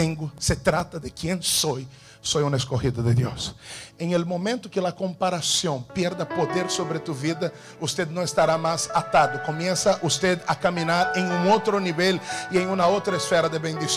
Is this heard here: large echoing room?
yes